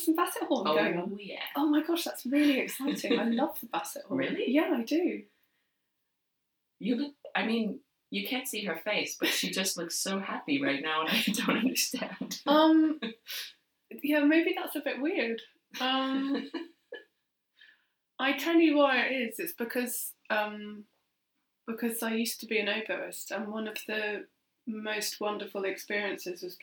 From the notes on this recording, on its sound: Apologies, dear listeners, for the poor sound quality. Technical hitch.